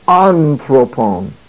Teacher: The breathing mark and accent mark are over the alpha. It is a smooth breathing mark. Therefore, there is no H sound. And there is an acute accent. Therefore, the emphasis is to be placed on the first syllable